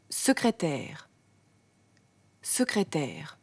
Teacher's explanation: Jedes S am Wortanfang müssen Sie stimmlos, ohne Stimmton sprechen. · Term: scharfes S